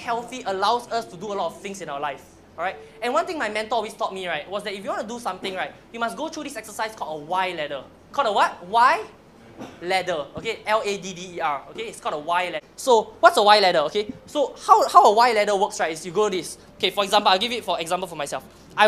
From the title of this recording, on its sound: Keynote for Rev22's 7th Anniversary